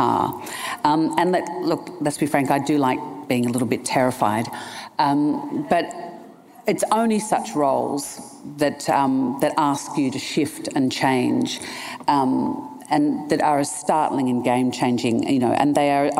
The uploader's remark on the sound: In front of an audience at the Santa Barbara International Film Festival